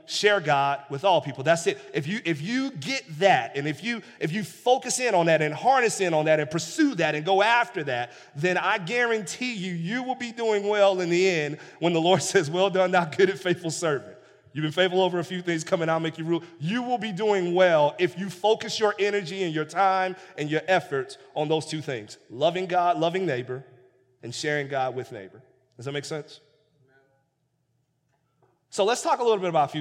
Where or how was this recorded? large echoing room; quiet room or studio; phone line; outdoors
large echoing room